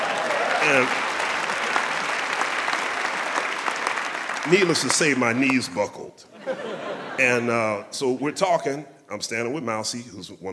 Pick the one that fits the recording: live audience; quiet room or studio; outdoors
live audience